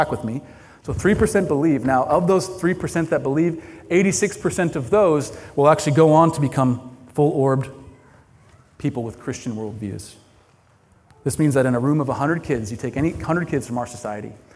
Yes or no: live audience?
yes